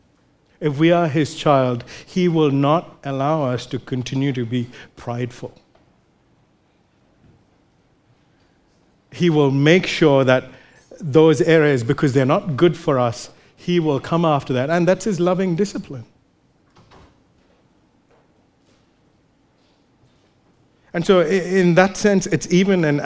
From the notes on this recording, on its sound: recorded live at Grace Community Bible Church